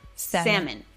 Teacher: Se comió la L y ya no suena. El punto es que no suena.